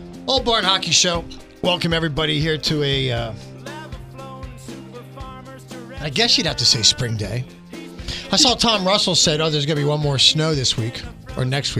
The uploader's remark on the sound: Joins via phone fresh back from Canada.